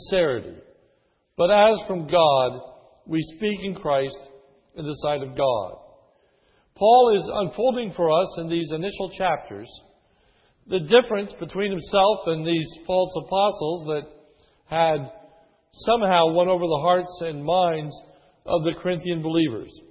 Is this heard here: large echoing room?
yes